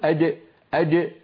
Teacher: فهذا استعمال لطرف اللسان في حرف الجيم، والجيم من وسط اللسان